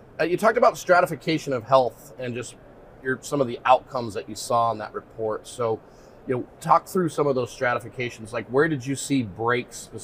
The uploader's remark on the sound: at the HIMSS conference